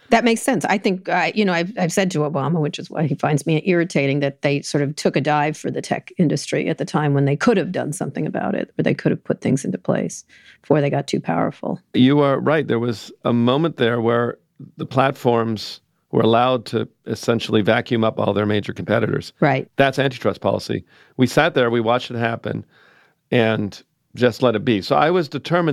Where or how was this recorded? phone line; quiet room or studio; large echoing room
quiet room or studio